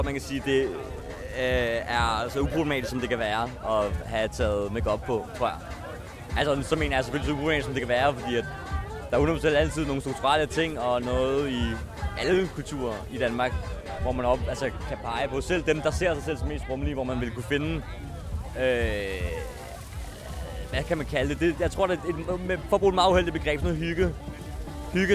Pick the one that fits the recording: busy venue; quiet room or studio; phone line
busy venue